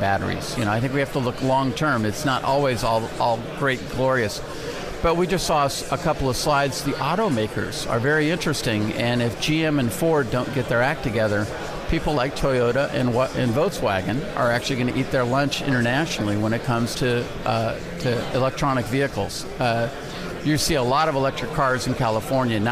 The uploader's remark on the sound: Live from the 2017 Future of Energy Summit